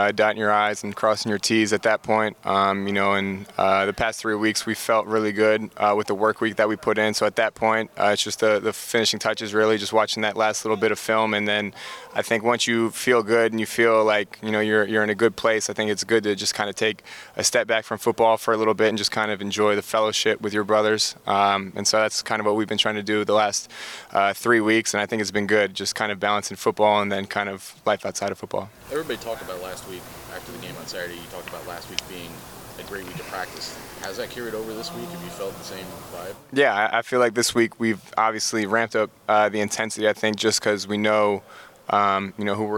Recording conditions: busy venue